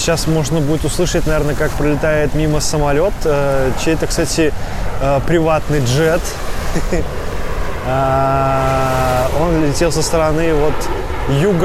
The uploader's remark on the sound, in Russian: Этот выпуск я записал находясь по колено в Красном море. В Египте, в Хургаде, в отеле Титаник Роял.